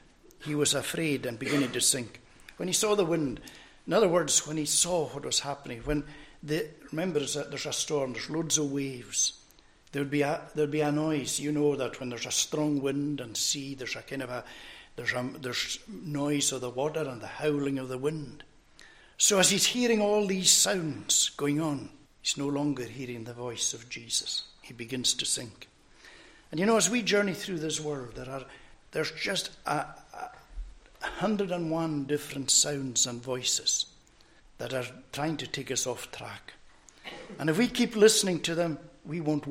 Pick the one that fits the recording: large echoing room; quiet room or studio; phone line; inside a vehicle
large echoing room